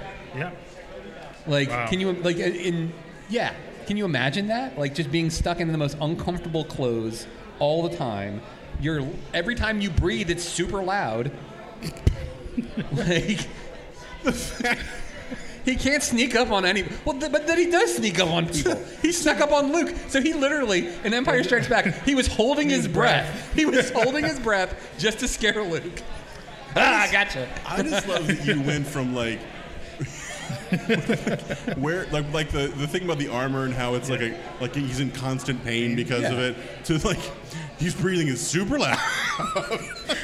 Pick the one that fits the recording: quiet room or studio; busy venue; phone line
busy venue